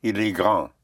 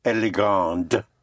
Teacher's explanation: So you add an E for feminine and you pronounce the consonant. · Shown in: second take